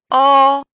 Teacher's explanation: 后半高原唇元音，它的发音部位和发音方法为上下唇拢圆，舌头后缩，舌位半高。